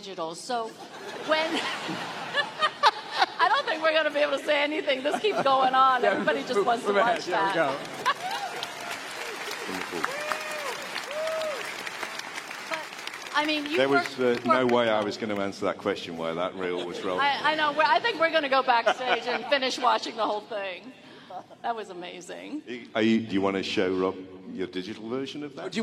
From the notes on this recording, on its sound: We bring the panel from Star Wars Celebration 2023